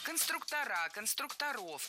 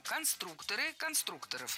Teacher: Конструктора, конструкторов, это неверно. В слове «конструктор» ударение должно сохраняться на втором слоге, на «у». · Shown in: second take · Поэтому конструкторы, конструкторов.